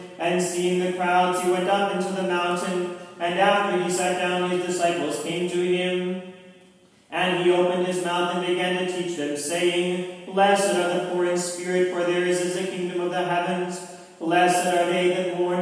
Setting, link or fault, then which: setting, large echoing room